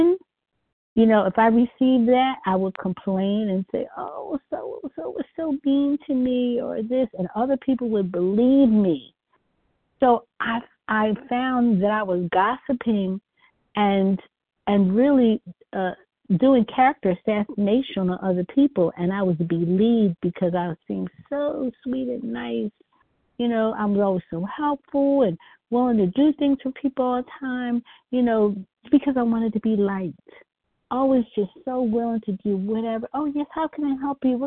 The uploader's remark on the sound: From the 100 Pounders Phone Meeting, 4/22/23.